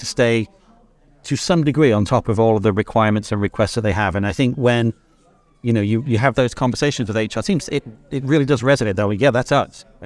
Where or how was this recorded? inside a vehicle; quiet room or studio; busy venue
busy venue